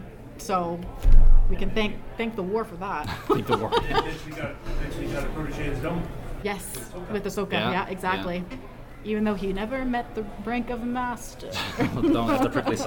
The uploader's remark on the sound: Forest City Comic Con 2022. Returned to Centennial Hall for a live panel discussion. Thank you to everyone in attendance, especially those who contributed the questions and comments you'll hear in this episode!